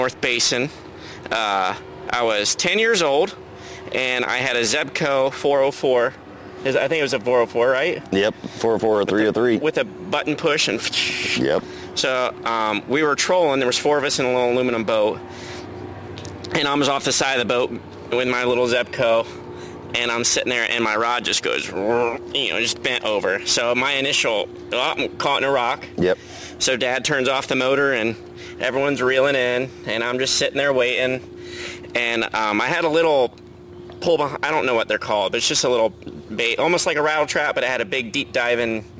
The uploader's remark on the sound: Live at the Lake! We do this ep live at the like with a very special guest!